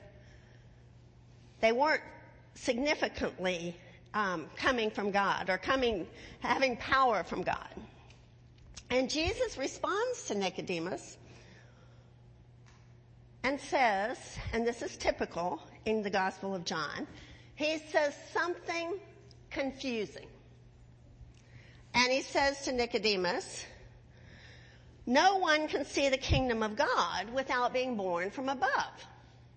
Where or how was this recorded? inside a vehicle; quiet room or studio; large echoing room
large echoing room